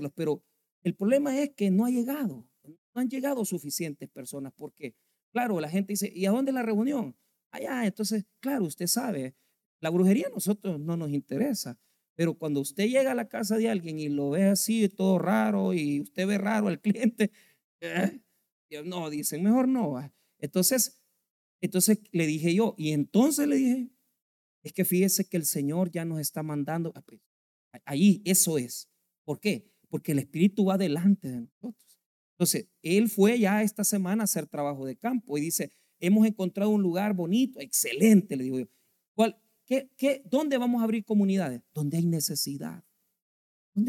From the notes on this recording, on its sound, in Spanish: en nuestro Culto de Jueves de Estudio Bíblico